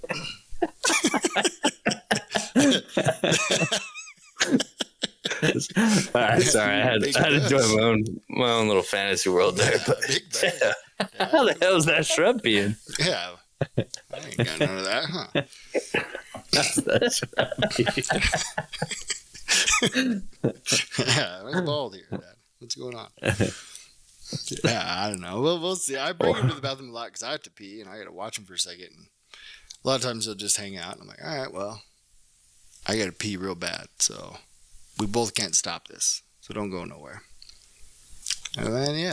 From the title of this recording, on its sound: sorry if audio is bad